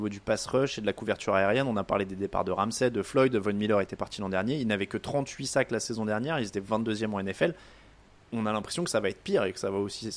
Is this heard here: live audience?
no